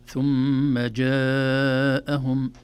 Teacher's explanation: ثم جاءهم، التنبيه الأول في حرف الجيم في شدته وليس في رخاوة، ثم المد الواجب المتصل في وسط الكلمة بمقدار 4 حركات